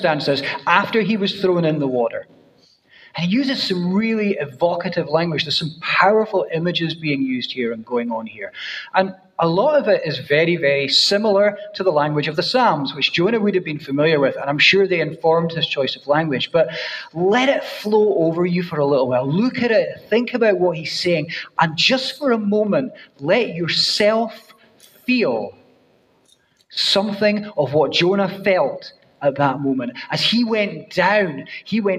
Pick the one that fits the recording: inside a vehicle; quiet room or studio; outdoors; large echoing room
large echoing room